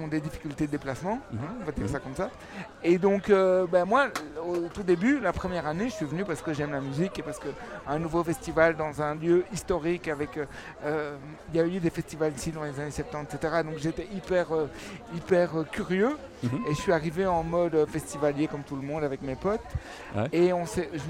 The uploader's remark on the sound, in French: Festival Esperanzah! 2022. Media est présent au coeur du festival, à la rencontre des participants.